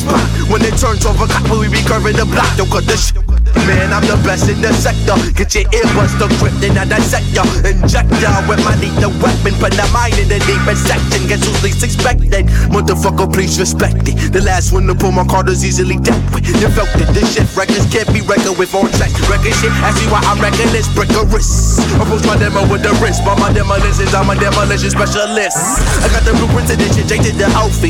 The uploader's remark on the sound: Beans & Beats is recorded live at Common Room Roasters every Saturday 10am-2pm. 882 Production Place Newport Beach, CA 92663.